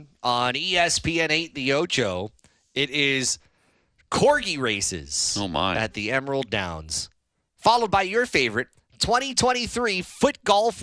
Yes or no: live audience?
no